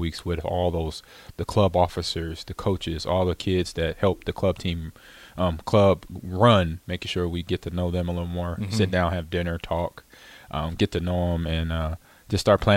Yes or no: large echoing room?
no